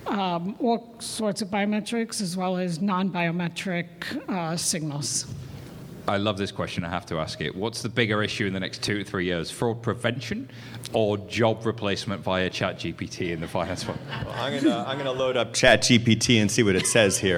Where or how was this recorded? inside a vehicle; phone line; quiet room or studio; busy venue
busy venue